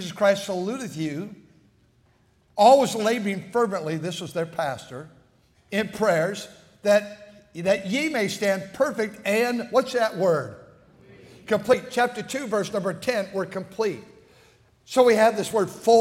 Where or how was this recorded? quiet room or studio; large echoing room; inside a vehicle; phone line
large echoing room